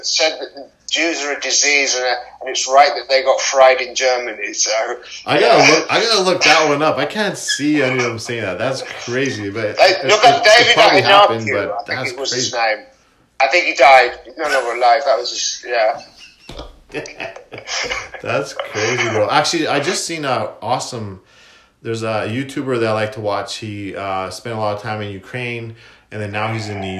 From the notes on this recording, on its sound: Not great sound quality.